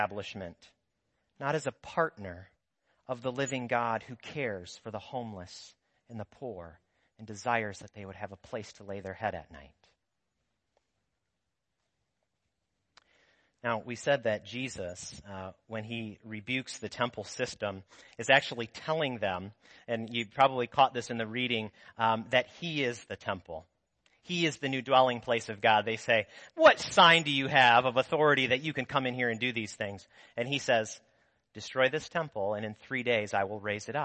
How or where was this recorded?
large echoing room